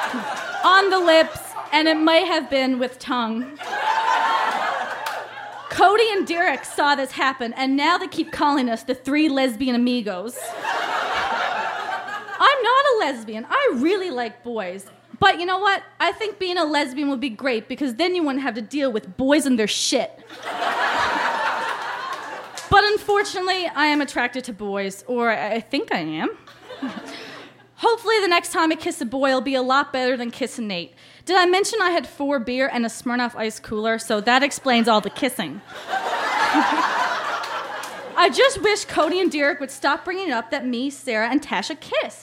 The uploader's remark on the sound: Recorded live at The Company House in Halifax, NS.